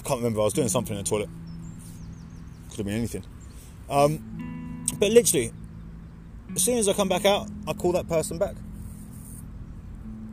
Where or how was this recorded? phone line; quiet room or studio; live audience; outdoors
outdoors